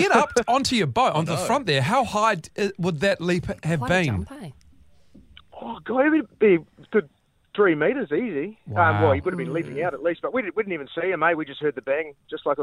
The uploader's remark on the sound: We were joined on the phone